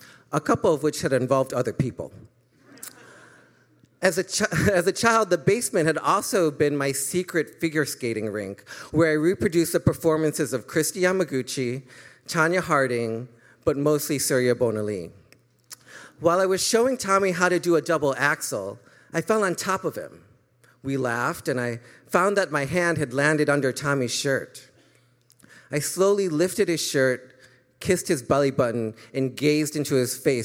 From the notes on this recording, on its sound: CHIRP Radio’s Live Lit and Music series, ‘The First Time’, is unlike any storytelling show in Chicago. This unique structure allows the story to resonate with audience members as they experience the accompanying song covered by our house band, live at Martyrs in Chicago's North Center neighborhood.